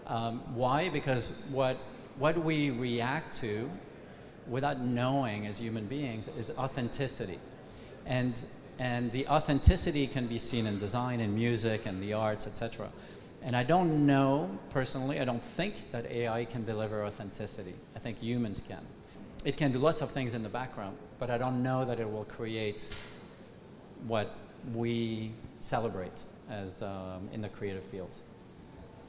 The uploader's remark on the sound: Speaking live from Milan Design Week 2023